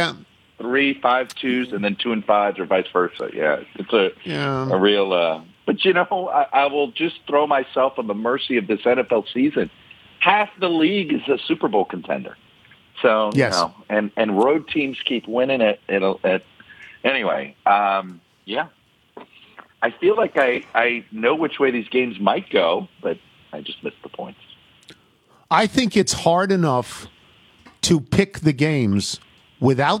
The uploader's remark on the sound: Phone in with their picks. Calls in to pick games.